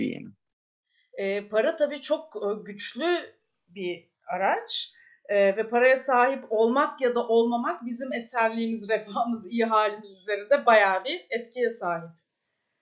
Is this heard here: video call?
yes